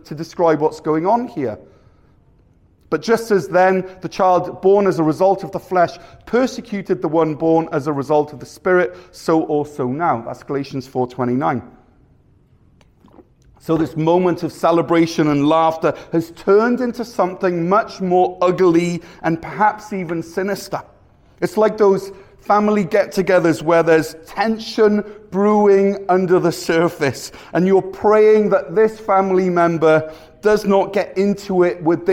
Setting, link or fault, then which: setting, live audience